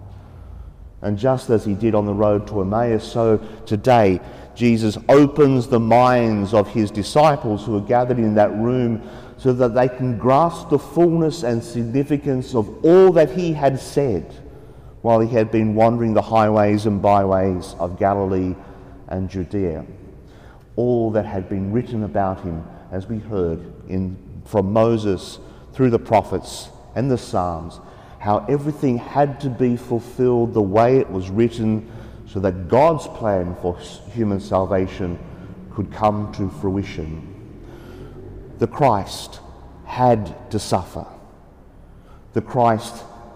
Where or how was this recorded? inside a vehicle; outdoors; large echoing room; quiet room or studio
large echoing room